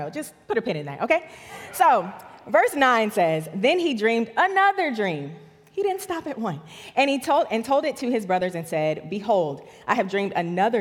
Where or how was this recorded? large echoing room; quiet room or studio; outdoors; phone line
large echoing room